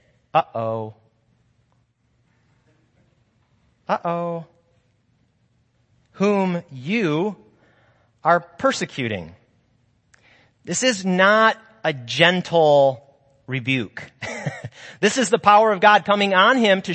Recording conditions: large echoing room